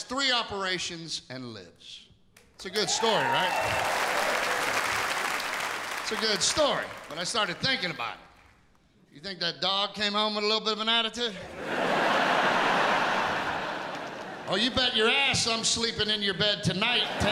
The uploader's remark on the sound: Returns home to Pittsburgh, where all the funny began for him, in a one-hour live event.